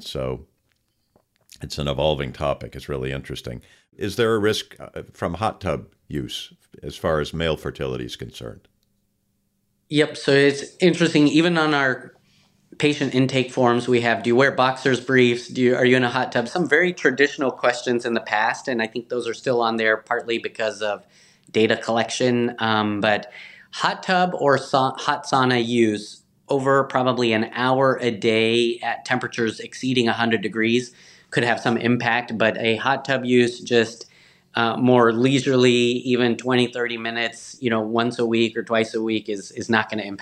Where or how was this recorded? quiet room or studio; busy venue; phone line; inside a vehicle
quiet room or studio